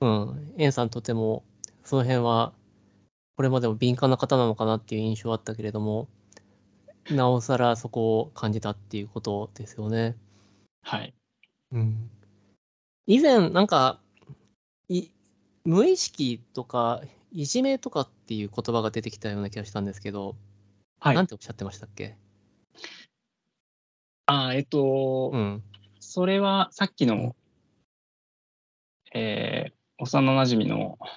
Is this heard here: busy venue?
no